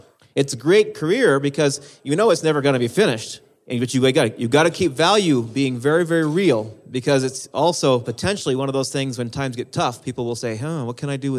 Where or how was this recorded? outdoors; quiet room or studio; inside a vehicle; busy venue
busy venue